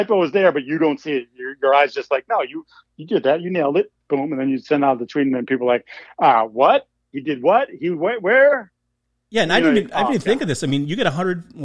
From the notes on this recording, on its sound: join me on the pod by phone